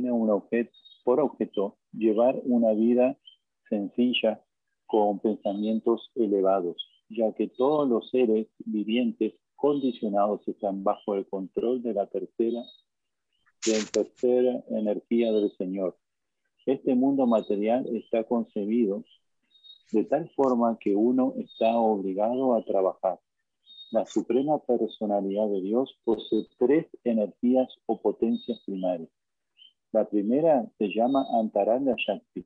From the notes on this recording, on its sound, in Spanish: Conferencia por ZOOM.